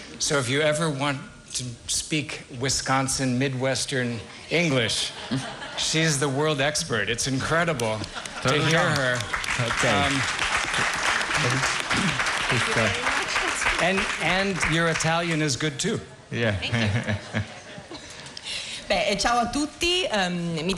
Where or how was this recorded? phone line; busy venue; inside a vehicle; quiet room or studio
busy venue